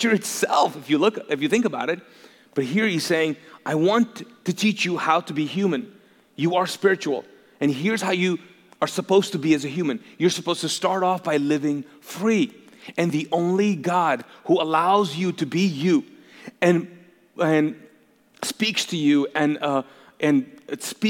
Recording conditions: large echoing room